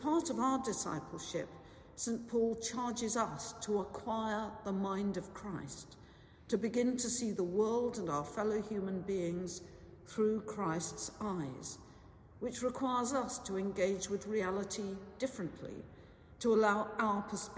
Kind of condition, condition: setting, large echoing room